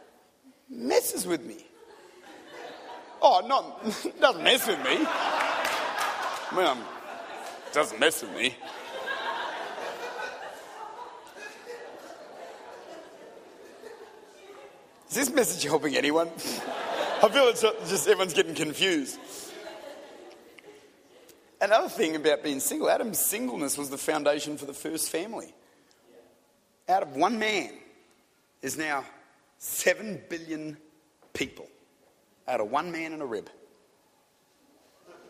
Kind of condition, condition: setting, large echoing room